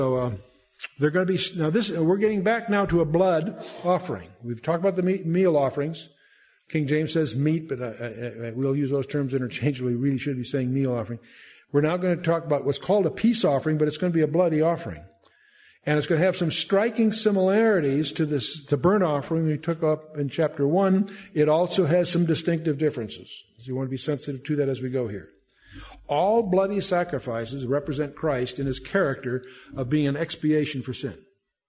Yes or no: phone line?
no